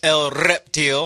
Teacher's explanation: say El Reptil with a pronounced rolling of the R's